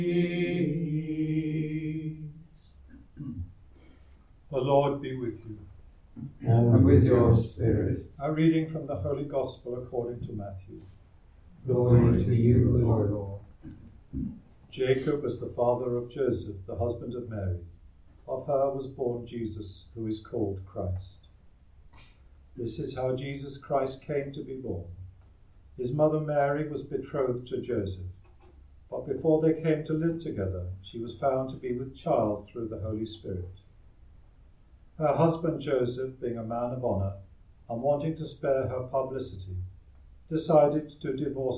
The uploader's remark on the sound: Recorded live at Southgate House on 20 March 2023.